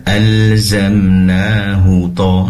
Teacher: ha dhamir di sini tidak dibaca panjang